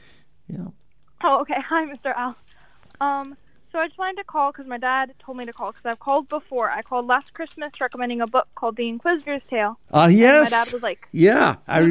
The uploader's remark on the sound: We're opening up the phone lines today!